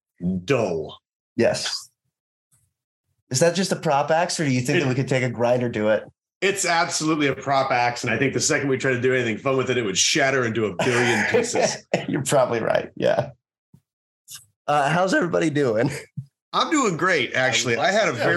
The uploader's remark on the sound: We switched over to Zoom this week cause Discord … was being a real dirtbag. What followed was a somehow disjointed but eclectic rambling only this time on video.